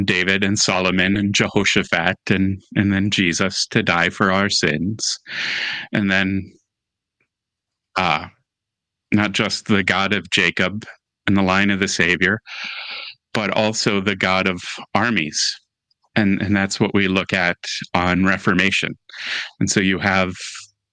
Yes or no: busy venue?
no